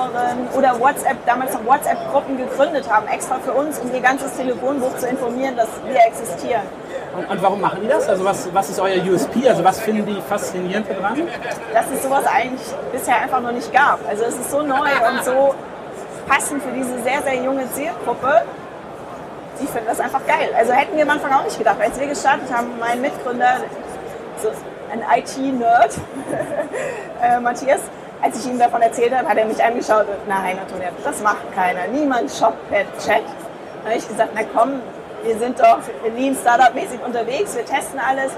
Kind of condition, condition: fault, background noise